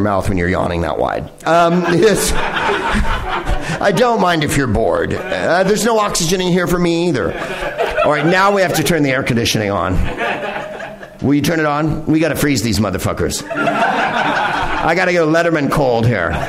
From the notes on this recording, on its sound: Live from the NerdMelt Showroom in Los Angeles